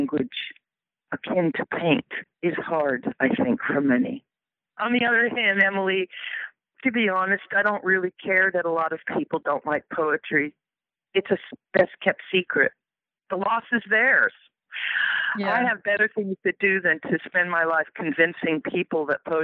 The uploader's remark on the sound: conversation by telephone